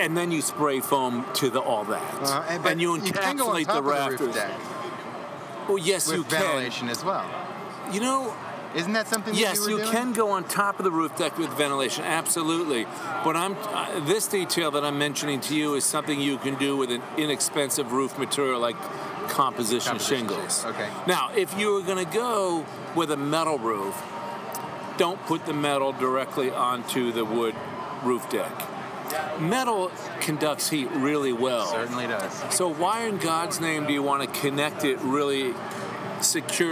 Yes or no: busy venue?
yes